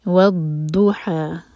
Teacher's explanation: ضاد سٹرونگ کر کے پڑھیں گے، یہاں پر شدہ اور زبان کا سائڈ یوز کریں گے. والضحى زبان کا ٹپ یوز کریں گے تو دال کی آواز آئے گی، تو میننگ چینج ہو جائے گا.